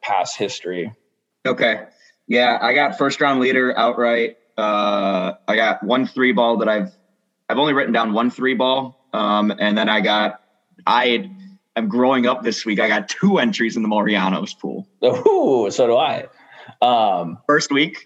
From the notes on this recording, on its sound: Zoom week with the boys scattered about.